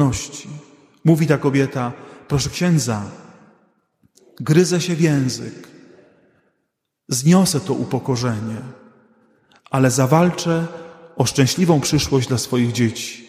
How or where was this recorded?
large echoing room